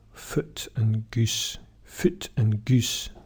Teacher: in Scotland, the foot and goose words have the same vowel.